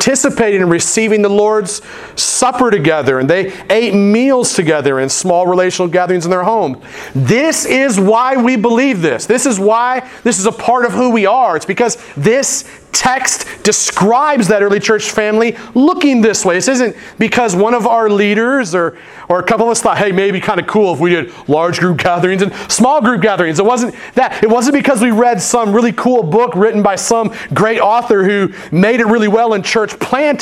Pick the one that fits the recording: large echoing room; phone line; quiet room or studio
large echoing room